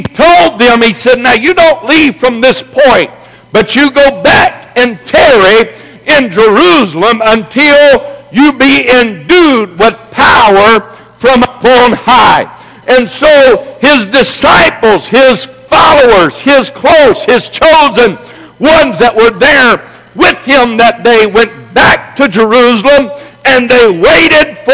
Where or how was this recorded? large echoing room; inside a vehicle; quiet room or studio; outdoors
large echoing room